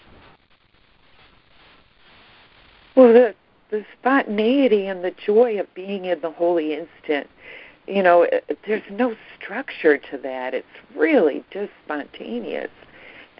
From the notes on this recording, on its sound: ACIM Daily Conference Call.